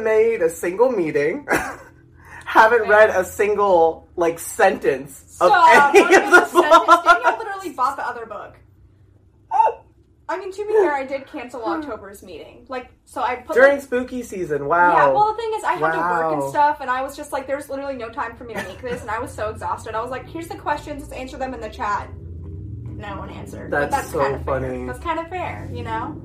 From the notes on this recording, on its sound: Sorry for the background noise, our microphone audio busted!